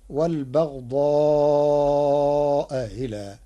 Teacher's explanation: قرأ ورش كلمتي والبغضاء إلى بتسهيل الهمزة الثانية بينها وبين الياء تخفيفا